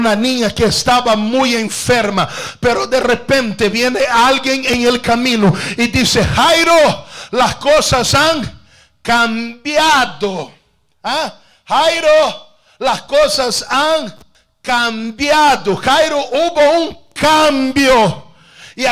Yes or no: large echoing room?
yes